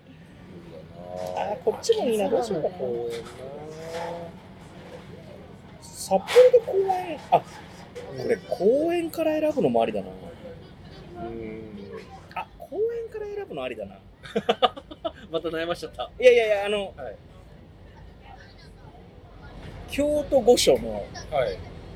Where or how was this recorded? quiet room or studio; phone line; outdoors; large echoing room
outdoors